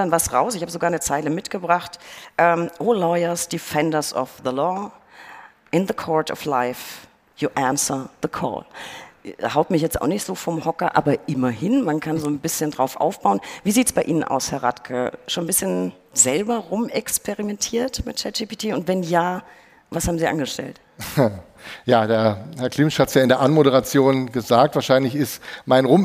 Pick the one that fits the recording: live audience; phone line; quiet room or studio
live audience